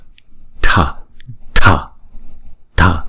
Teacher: Rồi chữ th này có dấu nặng này chúng ta cũng vậy, tha tha tha, không phải là thờ mà tờ hờ ha